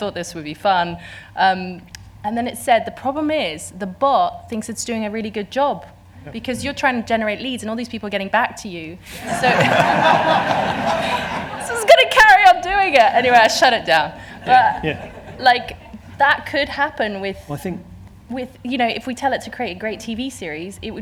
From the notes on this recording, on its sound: This podcast is a recording of a speaker session from the AI Creative Summit, held at BFI Southbank, London, in November.